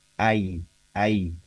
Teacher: Kita baca secara sempurna dua vokal itu tanpa kita miringkan seperti E gitu kan ya, gitu. Pikiran kita mungkin kalau kita secara biasa mungkin A sama I itu ketemunya jadi E padahal tidak begitu, bukan seperti itu. · Term: diftong